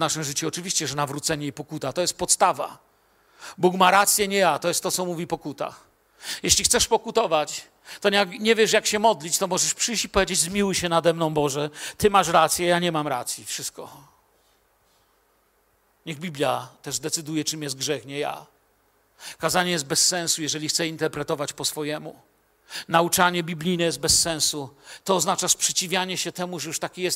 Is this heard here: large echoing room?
yes